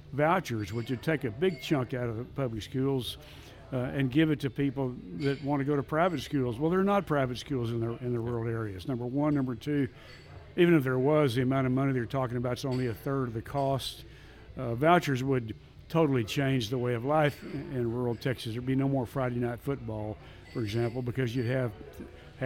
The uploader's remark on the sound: This episode was recorded at the iconic Stoneleigh P in Dallas.